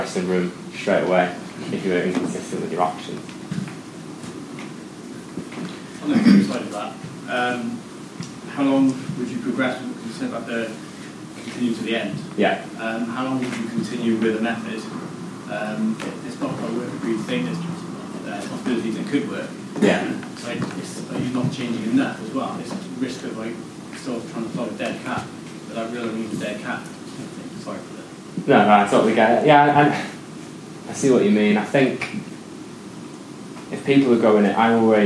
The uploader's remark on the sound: Audio of my talk from the Agile Wales Conference